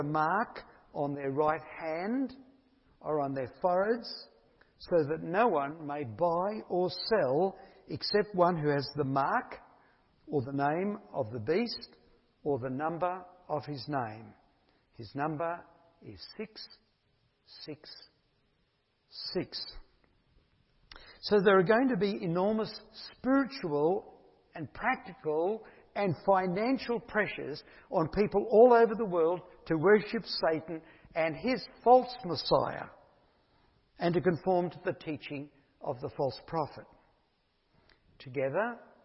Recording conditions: large echoing room